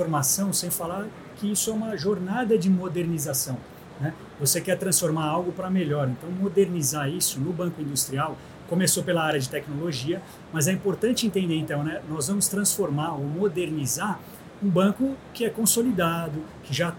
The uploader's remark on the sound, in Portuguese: Série especial de videocasts, gravada diretamente da Febraban Tech 2023, o maior evento nacional de inovação e tecnologia para o setor financeiro.